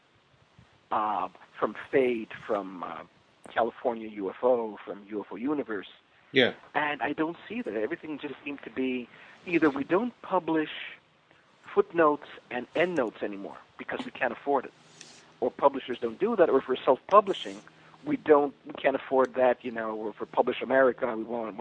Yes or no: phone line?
yes